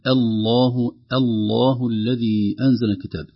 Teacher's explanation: نلاحظ فيه أن الهمزة في أوله منطوقة، هي همزة وصل، لكن إذا بدأنا بها تنطق وتصبح كأنها همزة قطع، لكن بعدها لام لفظ الجلالة المغلظة.